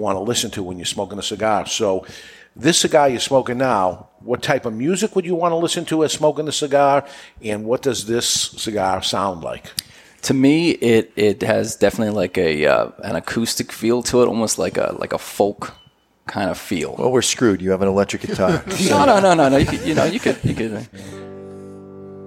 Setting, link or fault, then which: setting, live audience